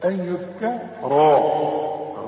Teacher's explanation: الراء بقى مفتوحة مفخمة